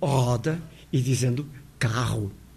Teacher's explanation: servem-se hoje do R, que se diria parisiense, dizendo roda e dizendo carro